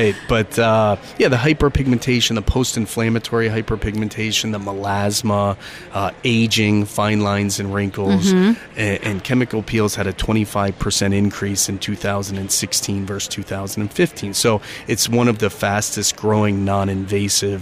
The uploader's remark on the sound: Live at Aesthetic Everything Show in Scottsdale, AZ